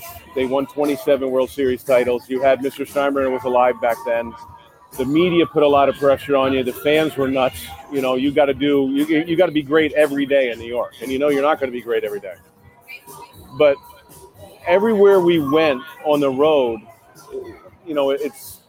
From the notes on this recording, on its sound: live from T-Mobile Park in Seattle